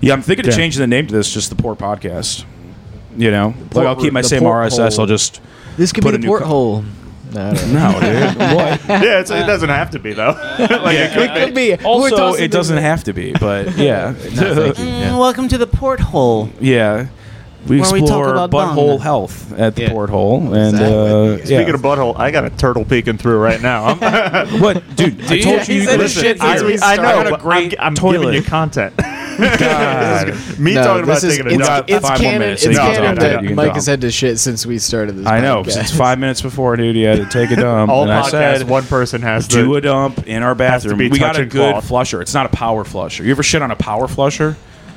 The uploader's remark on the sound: After a packed Wednesday night riff show! In the green room of The Port Comedy Club.